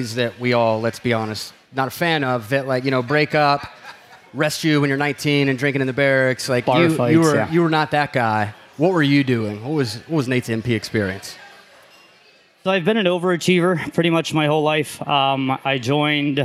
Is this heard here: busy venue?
yes